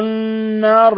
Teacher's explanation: نون مشددة تغن مقدار حركتين